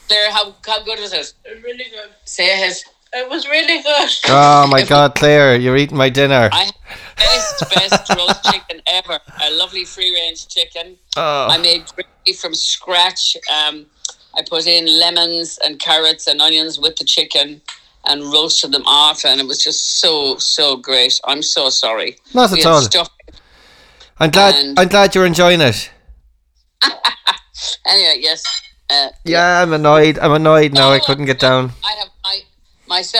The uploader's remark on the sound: another over the phone podcast